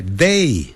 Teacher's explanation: they 千万不要念成 lay 哈，不是 lay，是舌头要吐出来 they